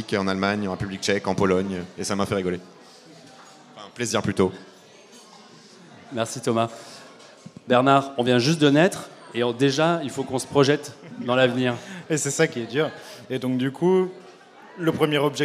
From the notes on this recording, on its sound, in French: Plateau radio en direct de la cantine de Coco Velten et en public.